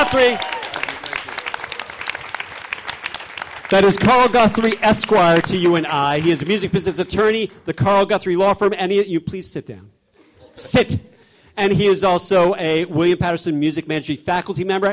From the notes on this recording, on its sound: The show airs live each Wednesday at 8pm on WPSC-FM, Brave New Radio. In this episode, we hear a (recorded, duh) live panel discussion.